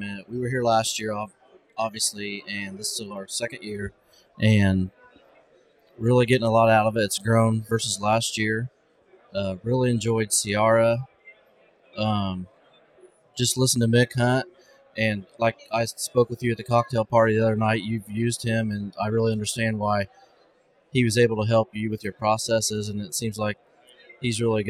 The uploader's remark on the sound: Live from the Better Conference